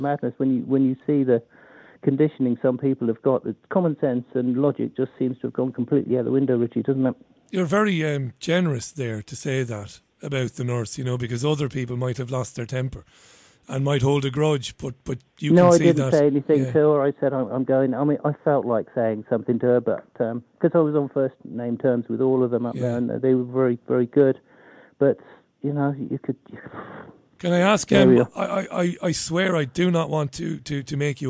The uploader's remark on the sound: The Global Phone-In. Took calls from listeners who shared their own experiences and tips on all things prepping.